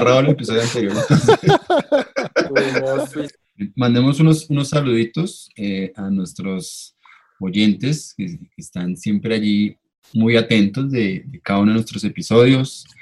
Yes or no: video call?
yes